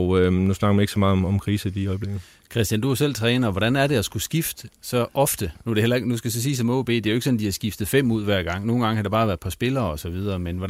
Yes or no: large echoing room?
no